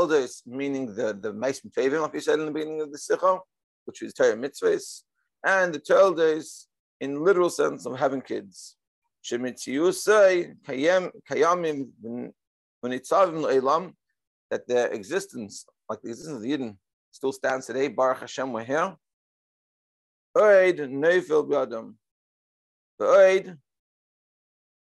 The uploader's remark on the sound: Daily Zoom Shiur